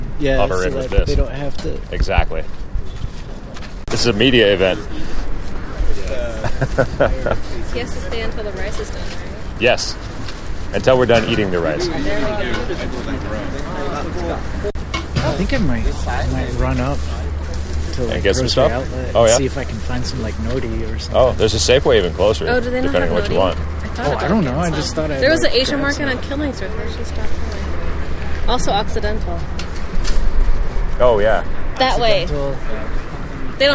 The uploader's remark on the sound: attended the ride and caught some audio from the event